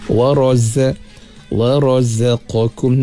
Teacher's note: Pada makhraj zai tekankan sikit, ada safir dia.